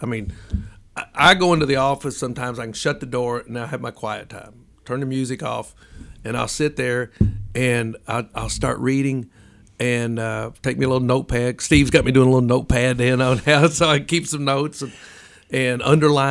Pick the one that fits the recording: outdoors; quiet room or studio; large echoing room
quiet room or studio